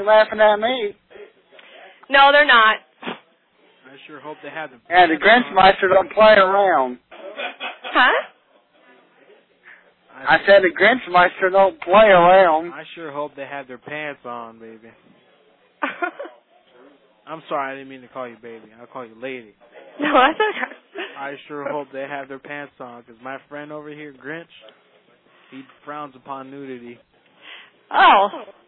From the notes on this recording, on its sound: Prank Phone Calls